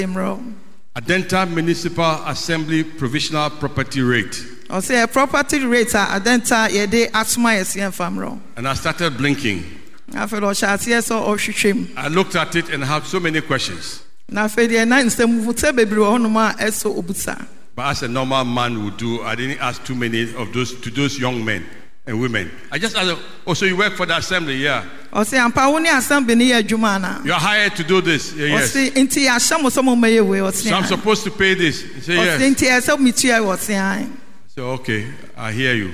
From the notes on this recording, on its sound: Sermon preached at CBC Shiashie Campus